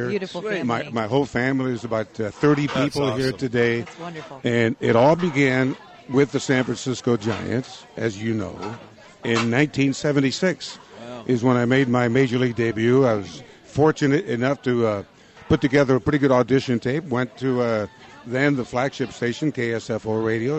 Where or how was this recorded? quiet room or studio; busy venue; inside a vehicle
busy venue